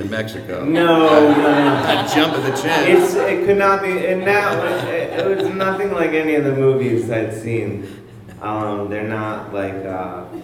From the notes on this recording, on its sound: Special live episode, recorded on May 14, 2014 at The PIT in NYC.